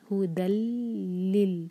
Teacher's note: ہدل، ہدل، جب دال کو لام سے جوڑیں گے، تنوین کے بعد لام آ رہا ہے، تو ہم یہاں پہ نون کا ساؤنڈ بالکل نہیں لائیں گے، ہم دال کو ڈائریکٹ لام سے جوڑیں گے. ہو دل لل، جب لی پڑھیں تو کسرہ کلیئر ہو.